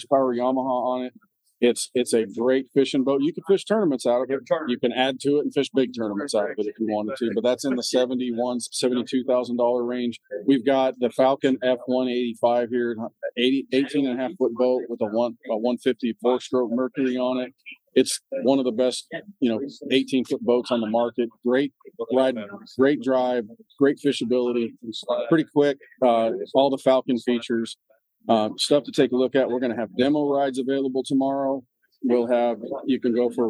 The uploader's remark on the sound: Join us live at The Alabama Fishing Show and Expo in Gadsden as we walk the floor. The Alabama Fishing Show and Expo Special. This week join us live at The Alabama Fishing Show and Expo in Gadsden as we walk the floor.